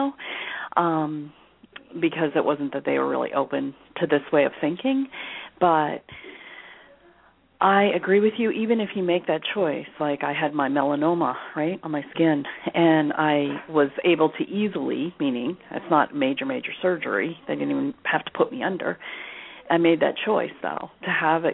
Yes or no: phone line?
yes